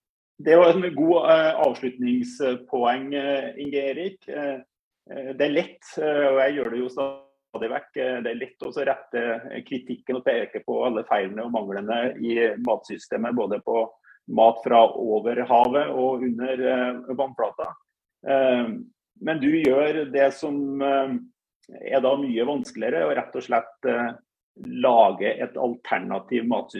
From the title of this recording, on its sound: Live Zoom